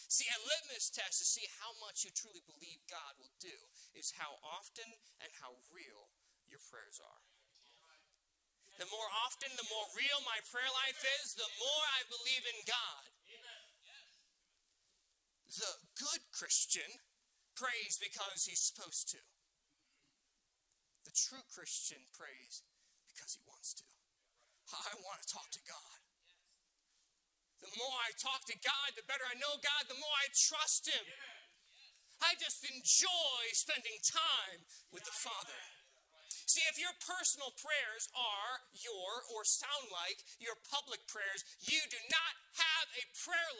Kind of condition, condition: setting, large echoing room